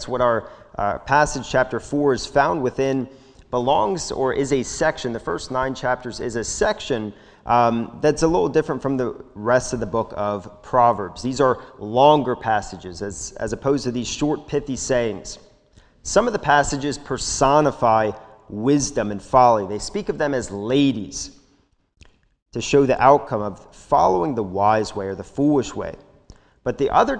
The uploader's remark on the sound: This sermon was recorded live at the Lebanon Bible Fellowship Church during the morning service on 6/20/2021